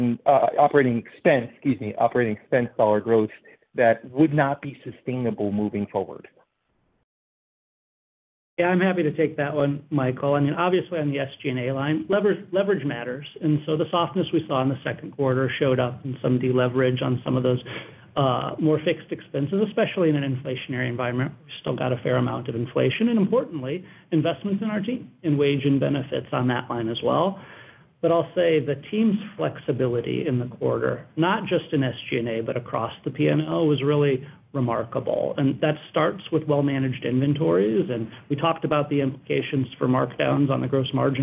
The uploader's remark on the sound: Q2 2023 Earnings Conference Call of Target Corporation.